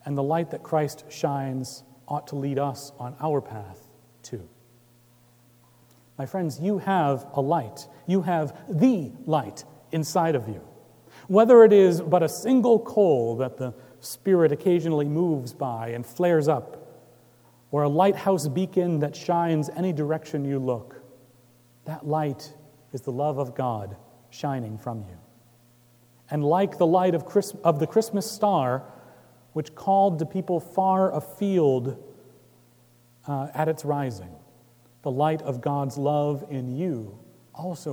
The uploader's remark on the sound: Recorded Jan 7, 2018 at Trinity Presbyterian Church in Bixby, Okla.